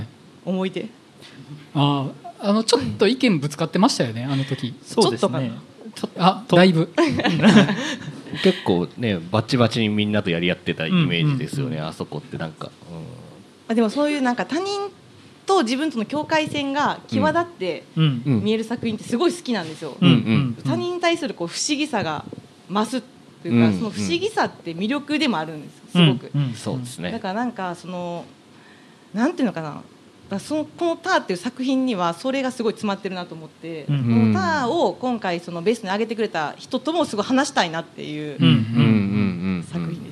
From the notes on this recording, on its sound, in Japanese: ネイキッドロフト横浜で行われた公開収録